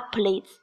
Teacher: please 这里边发的是长音，E，E，就是把嘴角咧到耳朵的那个，E，E，穿针引线长音，E，你就把它想象成是一条线，嗯，要拉好长。然后我们在平时练习的话，就把自己的嘴型做到位，然后这样在以后的实践过程中呢，才能够，呃说得更流畅，因为你的口腔肌肉打开了嘛。然后是 keep，它也是一个长音，keep，不，keep。然后是